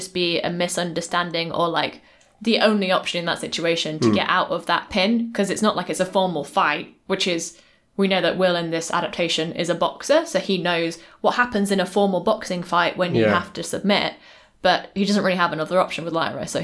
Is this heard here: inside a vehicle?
no